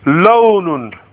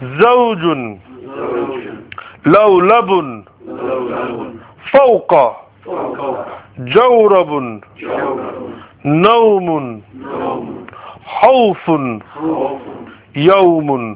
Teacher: Where there is a fatha followed by a waw with a sukun on it, it makes an ow sound.